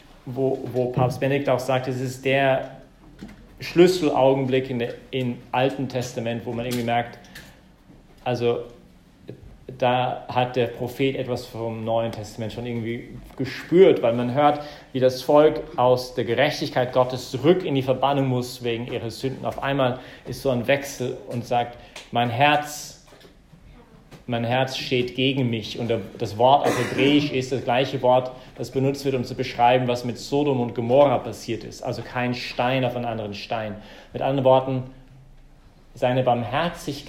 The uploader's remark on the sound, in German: im Rahmen des Gottesdienstes im Zentrum Johannes Paul II.